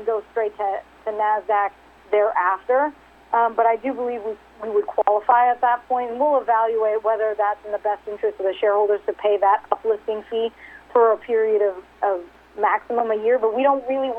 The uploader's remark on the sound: RXMD 2019 3rd Quarterly Conference Call